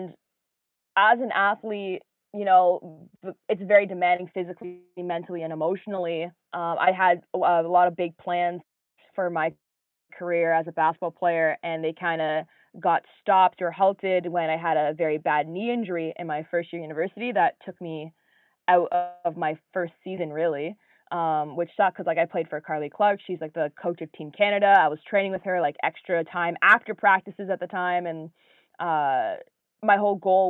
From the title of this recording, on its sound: On The Phone